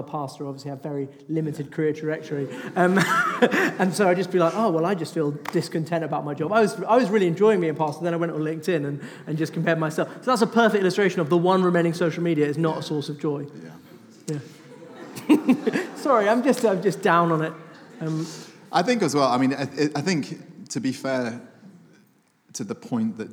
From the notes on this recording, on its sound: The Q&A session from our latest Salt Live event "The Age of Self-Obsession". Take questions from the audience.